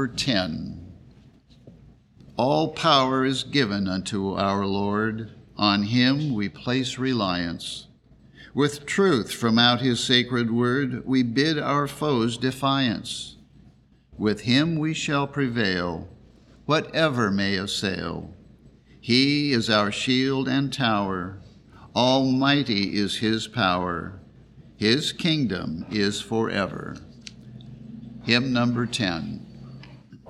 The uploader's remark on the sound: The Sunday service audio